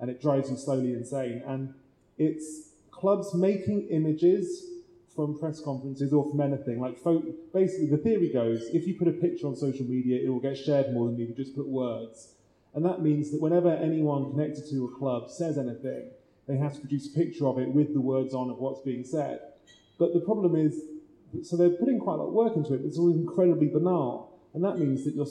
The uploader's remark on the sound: The Blizzard Live At The National Football Museum (2nd Half). Live Q&A event held at the National Football Museum as part of the Manchester Football Writing Festival. Apologies for the poor sound quality - we were unable to take a direct feed from the microphones and so had to bodge a compromise, and would rather bring you some audio than none at all.